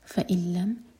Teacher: نون کے بعد لام، تو ادغام بغیر غنہ کا، تو نون کی آواز کو بالکل نہیں ہم پڑھیں گے